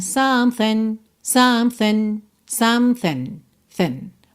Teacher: essa segunda parte aí da palavra something tá bem reduzida